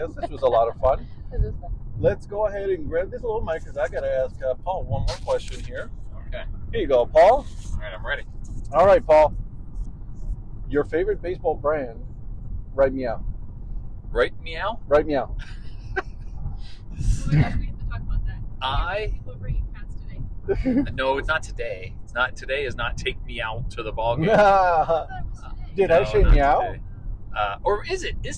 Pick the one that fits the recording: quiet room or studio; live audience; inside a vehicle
inside a vehicle